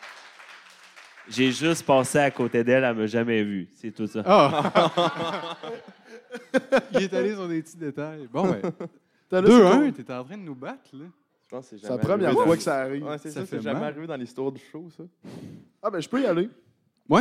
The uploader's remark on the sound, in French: Podcast devant public. Podcast commence à 5min55, après les allocutions!